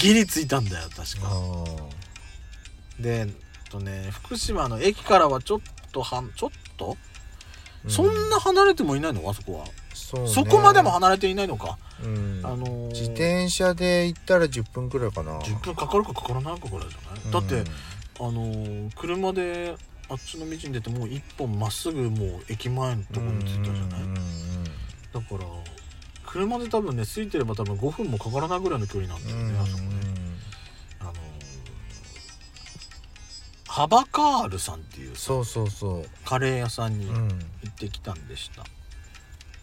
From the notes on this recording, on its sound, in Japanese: 2人組。パーキング収録。